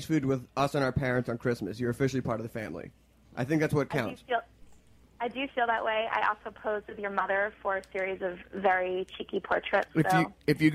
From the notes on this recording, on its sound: calls